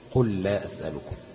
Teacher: هتضغم لام قل في لام لا، عشان كده تجد ان اللام الاولانيه في قل ما عليهاش سكون، واللام الثانيه ايه مشدده للاضغام.